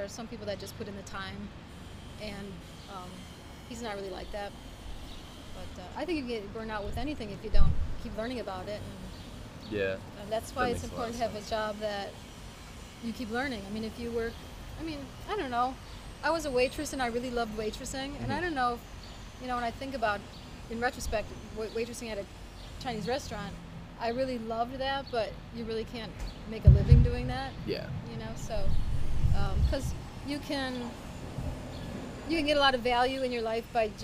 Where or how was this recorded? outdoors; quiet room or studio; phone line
outdoors